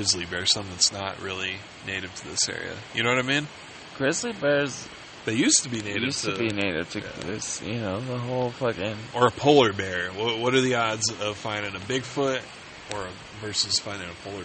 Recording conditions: outdoors